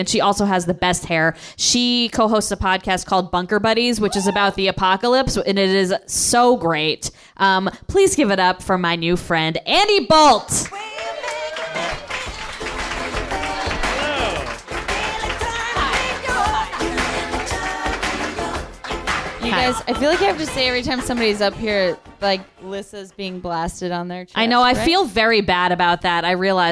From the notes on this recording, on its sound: Recorded live on February 22, 2018 at the Meltdown Showroom, Los Angeles, CA